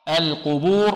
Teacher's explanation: القبور اللام فيها مرقة والقاف مفخمة والباء مرققة